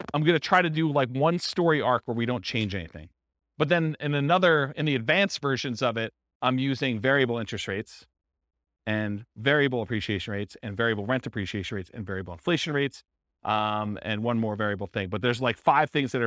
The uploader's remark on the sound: This was a live class recorded